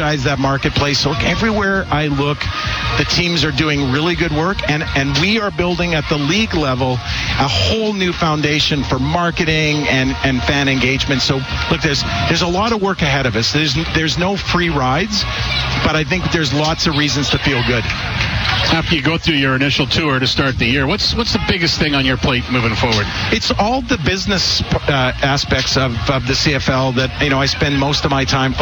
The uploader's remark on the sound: LIVE from Commonwealth Stadium for Fan Day